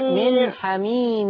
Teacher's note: هنا النون هنا بقى مظهرة هي لأنها ساكنة